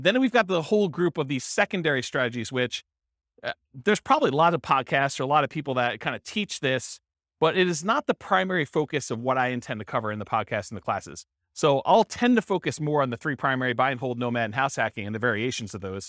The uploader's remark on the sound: This was a live class recorded